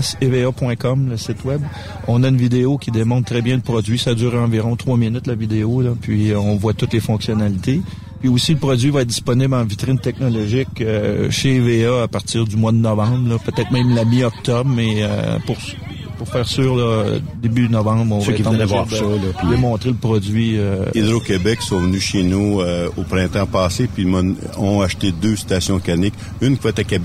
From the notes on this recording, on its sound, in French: Live du Tournoi de Golf SSPT. Que nous avons rencontré au golf de Lévis afin d’amasser des fonds pour la cause de SSPT camionneurs.